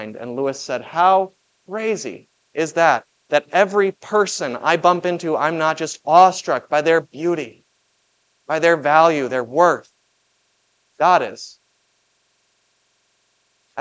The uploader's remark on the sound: Was preached at Grace of God Lutheran on June 25, 2023. This Sunday sermon, based on Matthew 10:32-39, was preached at Grace of God Lutheran.